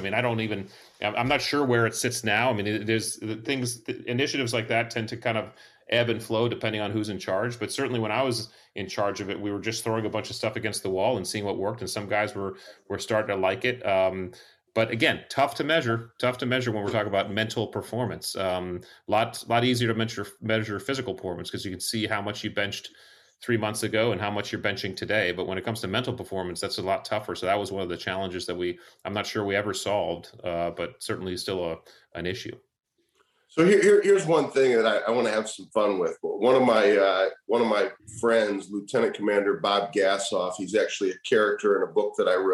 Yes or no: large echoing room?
no